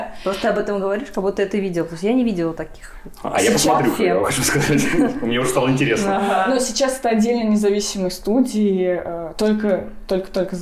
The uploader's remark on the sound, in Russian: Я записывал его в Оренбурге на съёмной квартире. Есть небольшое эхо из-за записи в квартире.